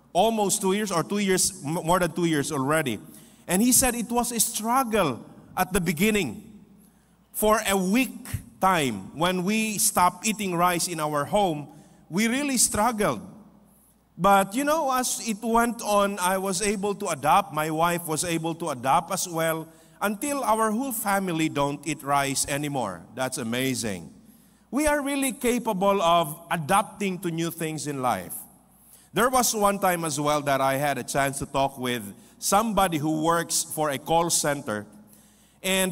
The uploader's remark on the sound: This podcast was recorded live last October 8, 2023 at Zamboanga City Alliance Evangelical Church.